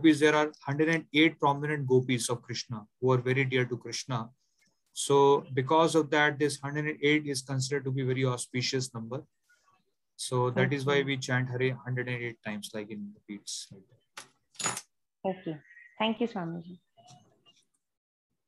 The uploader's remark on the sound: Zoom recorded class